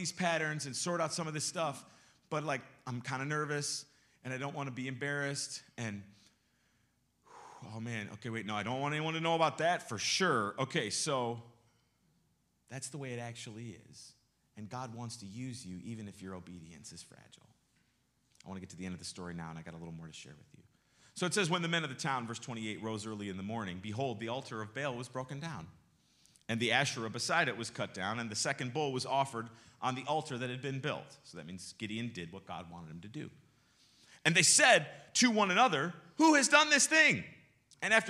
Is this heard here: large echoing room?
yes